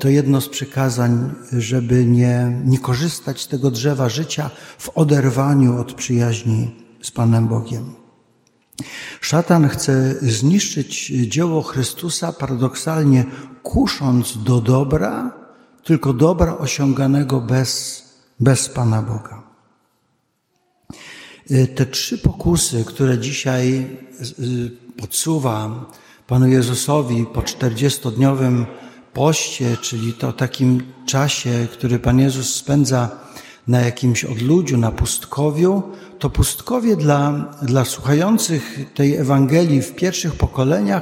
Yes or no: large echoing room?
yes